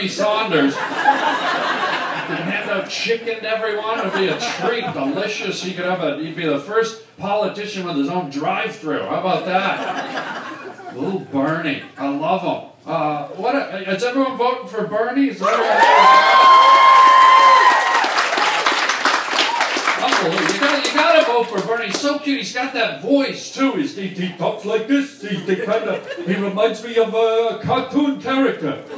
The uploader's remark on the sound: stand up at BERNIE SANDERS rally